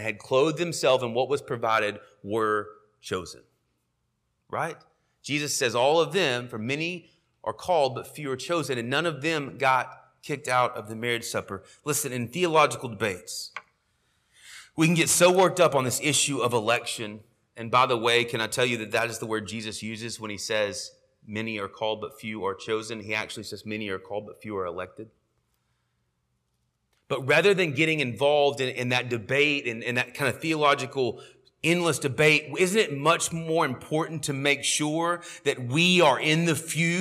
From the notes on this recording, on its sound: sermon audio from our morning service